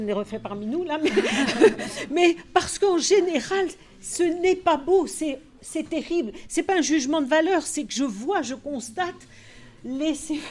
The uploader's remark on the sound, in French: Après la captation de la table rond vient le temps des questions du public. Du lycée Champollion de Lattes.